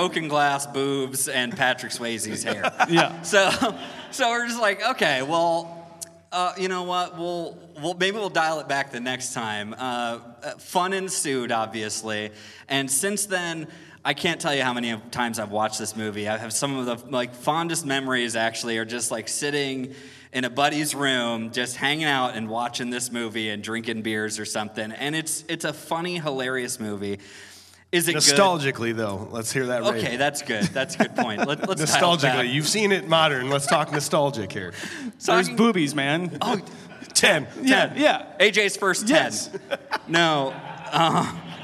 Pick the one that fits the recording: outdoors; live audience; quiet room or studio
live audience